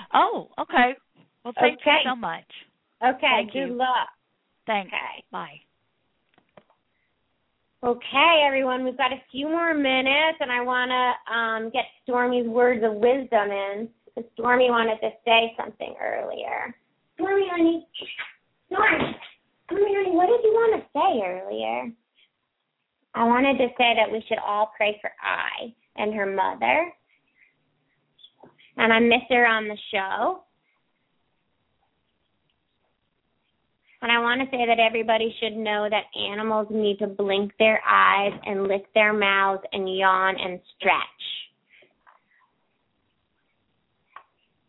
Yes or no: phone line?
yes